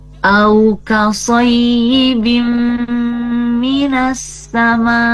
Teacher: Jadi masuk dibacanya ke huruf mim, nunnya nn ya, nnya ya, kasrotain innya dibaca masuk ke huruf mim